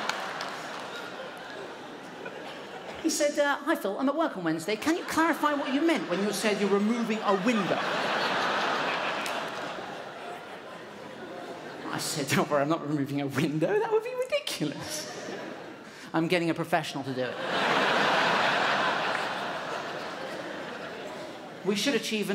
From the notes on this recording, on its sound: Recorded on Wednesday 29 March 2017 at The Regent Theatre for ABC, officially kicking off the 2017 Melbourne International Comedy Festival - the Opening Night Comedy Allstars Supershow.